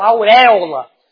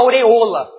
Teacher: Ele falava aureola. Não dava para falar o O aberto